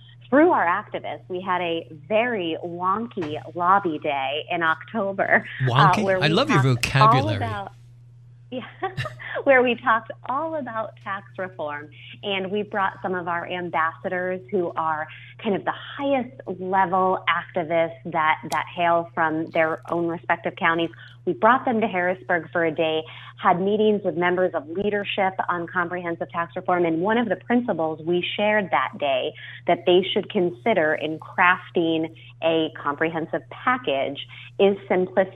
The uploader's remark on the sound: Is live on the phone asking Leftist questions.